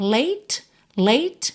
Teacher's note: E late, lembra que o som termina no T, não tem esse E aí, tá? O E final está pintadinho de cinza porque não é pronunciado.